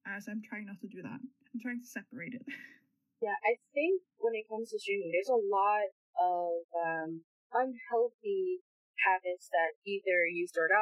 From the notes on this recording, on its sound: Mic should get better for Episode 3. Apologies for the occasional knocks, roofers decided to show up without prior knowledge on a Sunday.